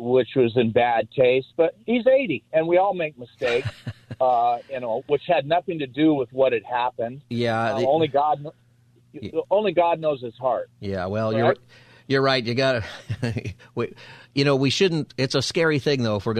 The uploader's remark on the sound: Open Phone Friday